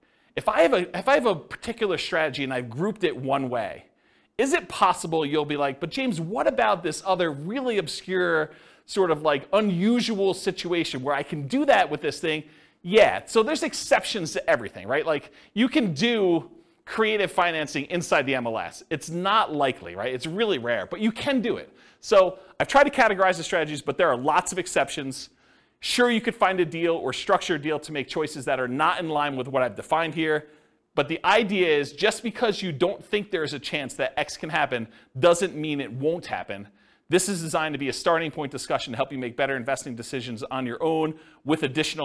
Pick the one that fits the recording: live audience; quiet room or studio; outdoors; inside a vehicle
live audience